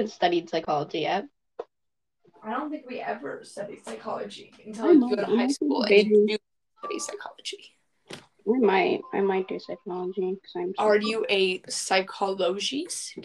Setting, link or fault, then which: link, video call